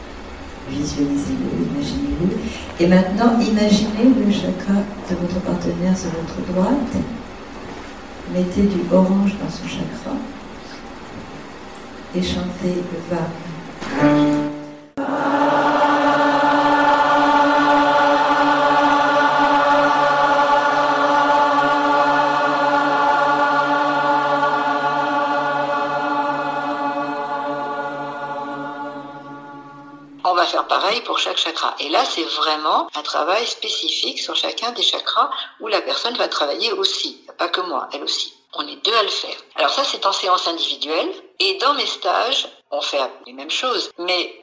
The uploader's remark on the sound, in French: Nous avons enregistré à distance par téléphone , vous pouvez aussi entendre des travaux